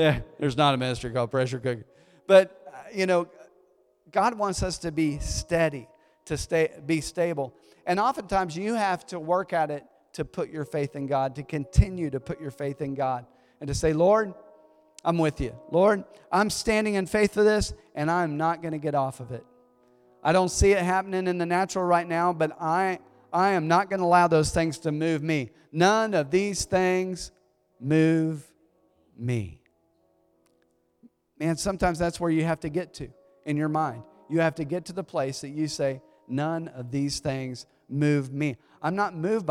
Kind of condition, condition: setting, large echoing room